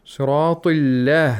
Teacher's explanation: the lam of Allah has tarqiq